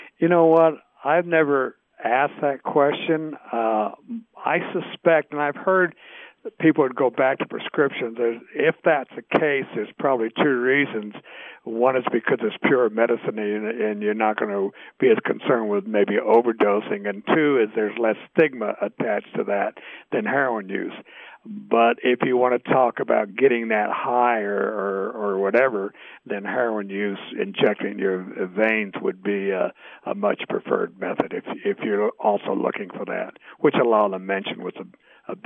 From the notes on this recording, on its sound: joined us on the phone